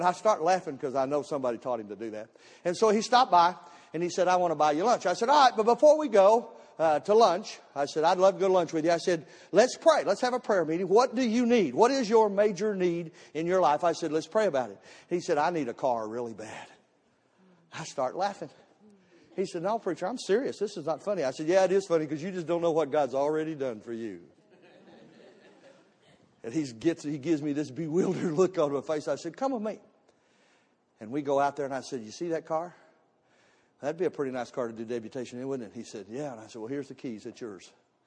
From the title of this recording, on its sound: Missions Conference Service 01 - Audio